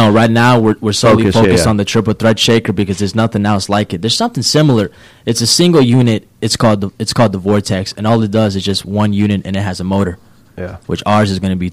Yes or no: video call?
no